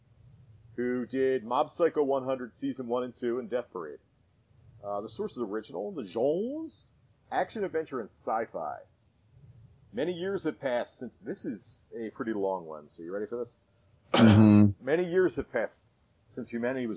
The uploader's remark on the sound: our sound quality is bad